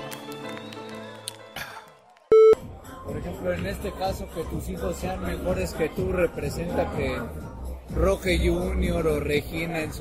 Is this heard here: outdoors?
yes